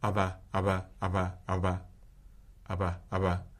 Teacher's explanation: I could argue that that's a bilabial tap, but it would be transcribed by everybody as a bilabial plosive